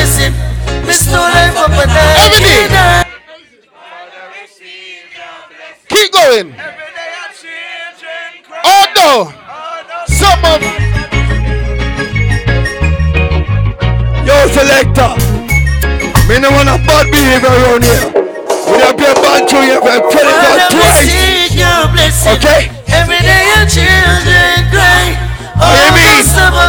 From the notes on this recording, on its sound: The 407 Chalet after party at the Caribbean Weekender Live set. High vibes and sing alongs!